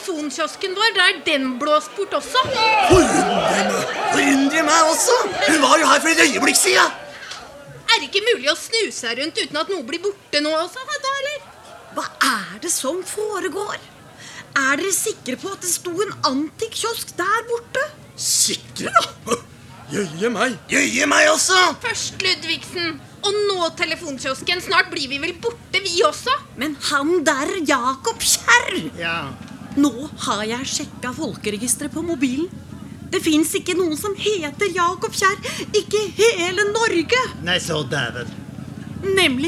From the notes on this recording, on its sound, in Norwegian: Live fra Sånafest. Spilt inn under festivalen Sånafest, direkte foran publikum.